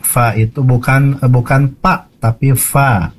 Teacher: Jadi fa itu bukan pa tapi fa, ya. Ada nafasnya yang keluar. · Term: huruf fa